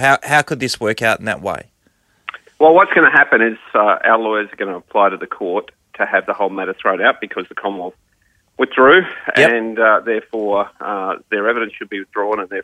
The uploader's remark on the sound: called